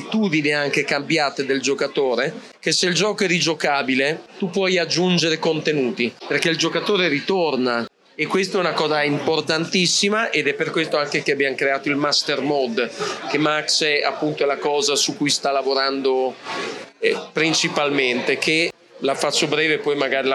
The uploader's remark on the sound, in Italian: A Lucca Comics 2023 ci siamo fatti raccontare